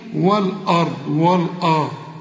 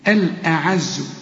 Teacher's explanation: الراء والضاد مفخمة، لكن هنا العين والزين مرققين